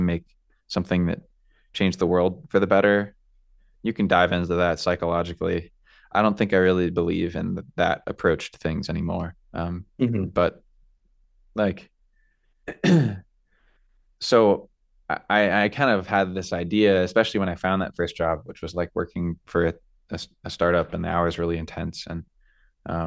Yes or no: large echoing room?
no